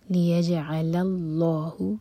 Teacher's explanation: لیجعل یہ لام لائٹ اور لام جلال ہیوی